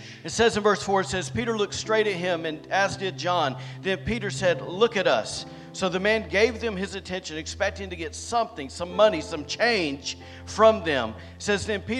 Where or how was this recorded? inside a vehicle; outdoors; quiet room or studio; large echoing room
large echoing room